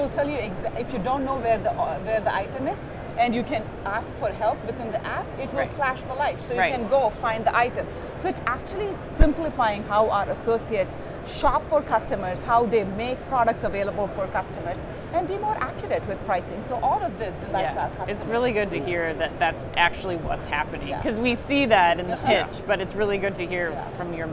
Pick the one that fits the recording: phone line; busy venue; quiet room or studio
busy venue